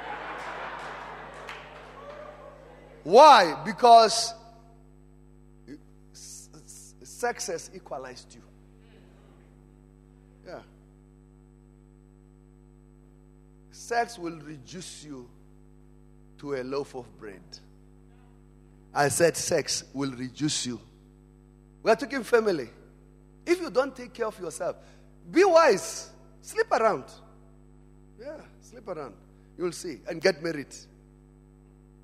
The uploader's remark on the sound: Family Conference 2018. Preached at Emmanuel Christian Church, Arcadia Campus.